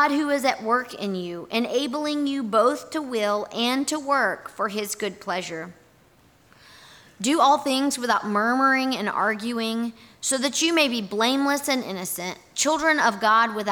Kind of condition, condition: setting, large echoing room